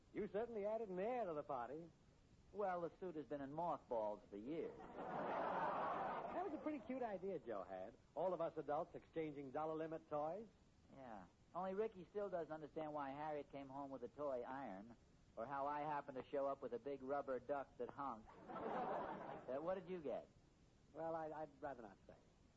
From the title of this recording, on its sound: Very Poor Volume